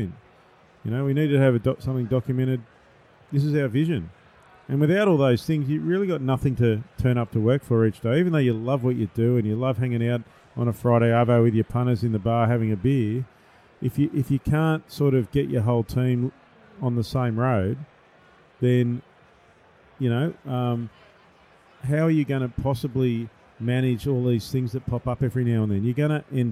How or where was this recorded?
busy venue